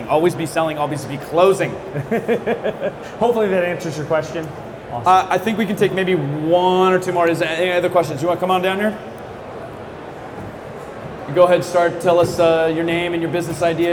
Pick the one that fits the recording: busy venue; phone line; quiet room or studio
busy venue